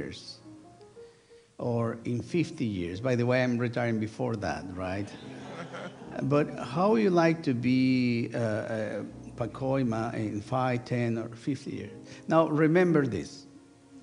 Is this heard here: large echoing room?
yes